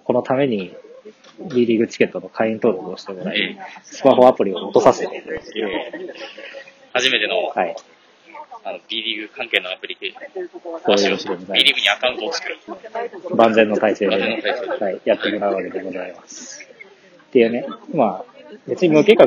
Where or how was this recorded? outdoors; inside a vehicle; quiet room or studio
outdoors